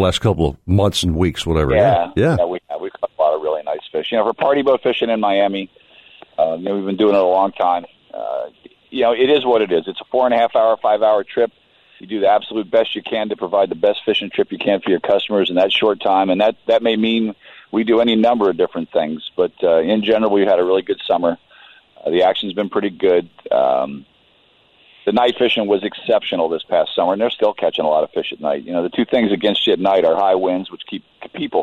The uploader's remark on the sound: we get a surprise call